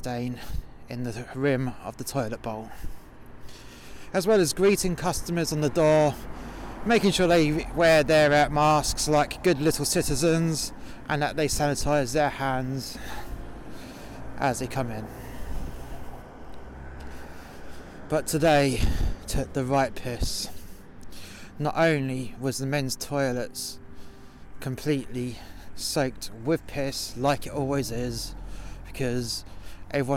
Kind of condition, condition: setting, outdoors